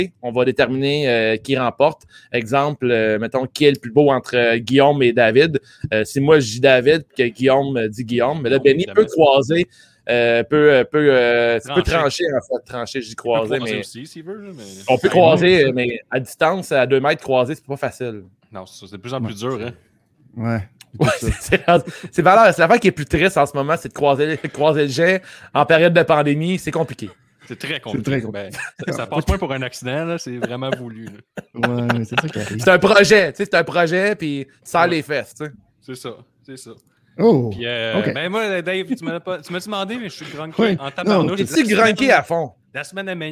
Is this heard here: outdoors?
no